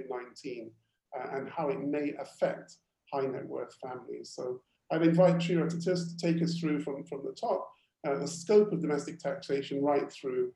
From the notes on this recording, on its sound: Webinar audio recording dated 20 May 2020.